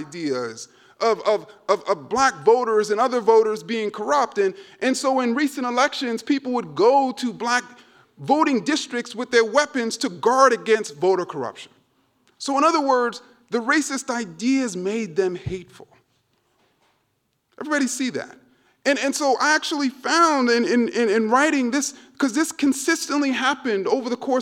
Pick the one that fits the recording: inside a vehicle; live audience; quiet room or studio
live audience